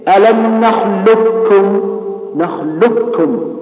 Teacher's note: نخلقكم كاف مشددة، لام بعدها كاف